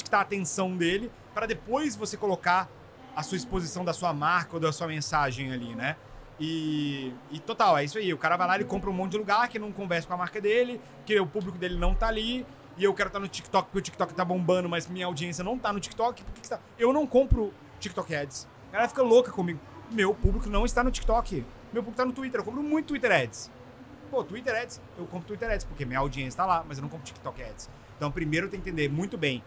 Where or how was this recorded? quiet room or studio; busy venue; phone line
busy venue